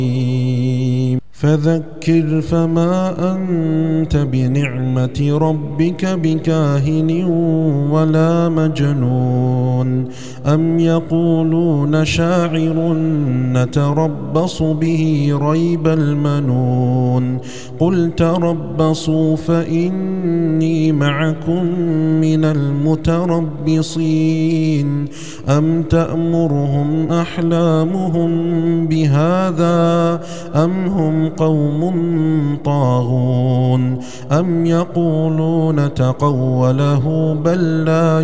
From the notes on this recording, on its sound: recorded at Green Lane Masjid, Birmingham, UK.